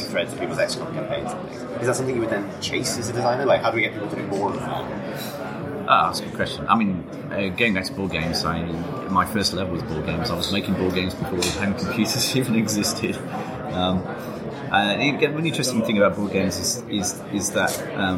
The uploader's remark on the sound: While we were at Rezzed we recorded a series of short, informal chats with interesting gamespeople.